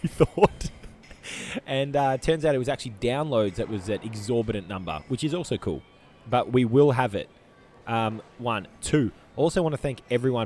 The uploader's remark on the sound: We did a 'lil bit of recording at Melbourne Airport prior to us flying to Sydney